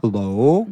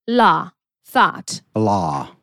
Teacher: w British English mamy do czynienia z długą samogłoską, a w American English z krótką.